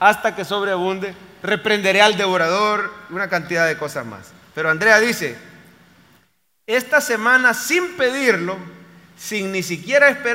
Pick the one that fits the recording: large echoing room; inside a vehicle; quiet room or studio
large echoing room